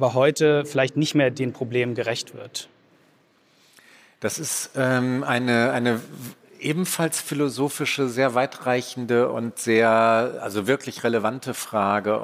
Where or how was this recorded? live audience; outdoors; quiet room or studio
live audience